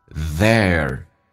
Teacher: 记住发 air.先发 a 再发 er. There.